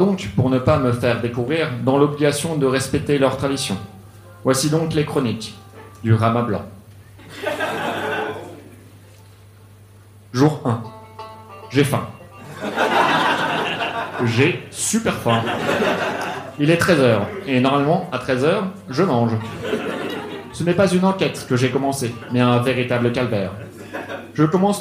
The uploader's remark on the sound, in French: Enregistré en direct et en public à la Soirée Froussin au One More le 29/01/2019